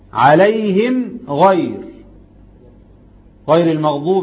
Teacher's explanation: الميم في سكة والغين في سكة تانية خالص الميم شفتين والغين حلق متباعدان من أول ساكن والتاني متحرك.